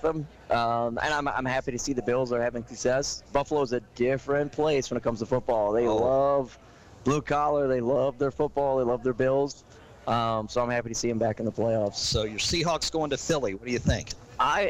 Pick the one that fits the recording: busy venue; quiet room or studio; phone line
busy venue